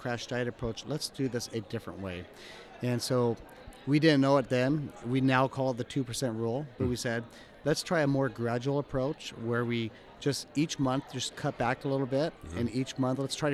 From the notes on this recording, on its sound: today's episode live from FinCon in Dallas, TX.